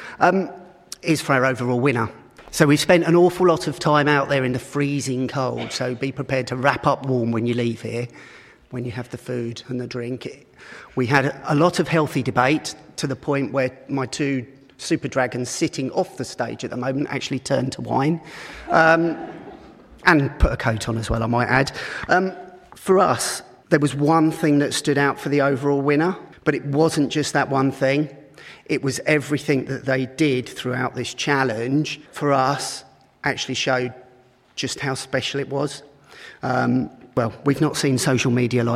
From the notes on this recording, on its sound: The Awards event was held at the Weston Auditorium of the University of Hertfordshire.